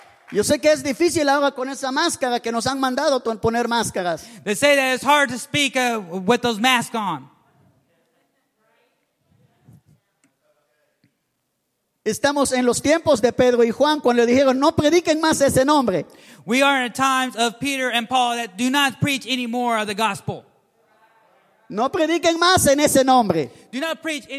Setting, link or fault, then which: setting, large echoing room